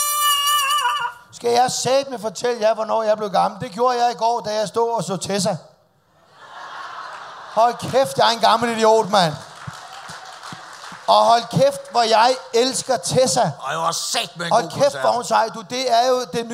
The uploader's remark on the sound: Live fra Jelling festival.